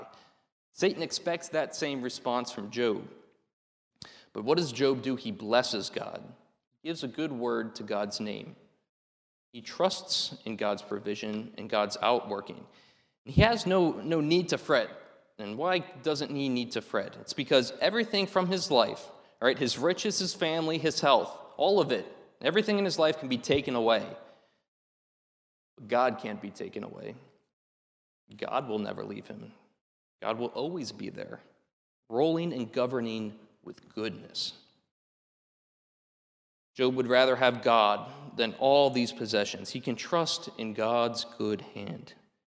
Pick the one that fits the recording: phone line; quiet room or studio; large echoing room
large echoing room